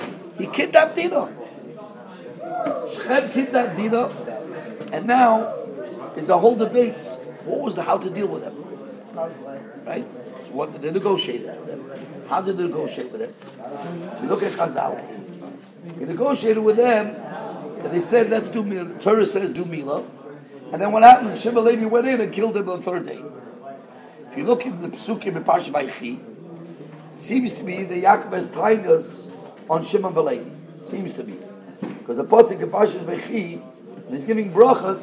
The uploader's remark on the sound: Shiur recorded in Yeshivas Ohr Reuven, Monsey, NY.